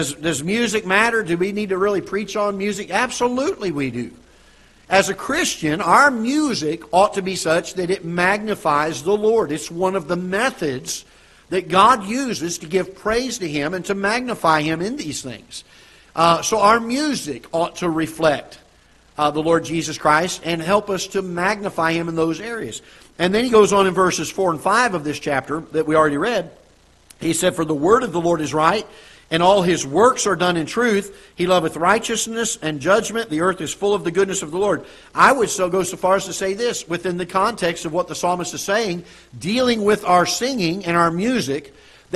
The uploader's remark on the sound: Ketha Heights Baptist Church ~ Live Broadcast